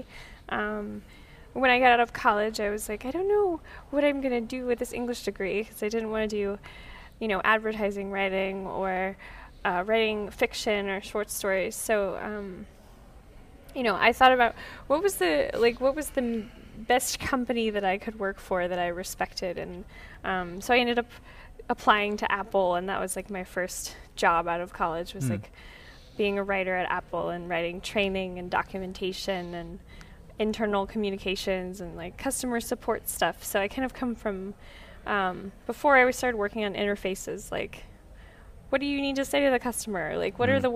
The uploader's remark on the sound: A triple set of interviews. Recorded at UXLx 2015.